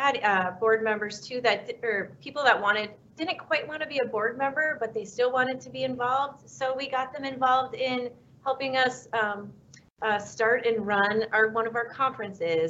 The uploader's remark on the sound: recording of our Leadership Panel Discussion from the YPN Region 2 Virtual Event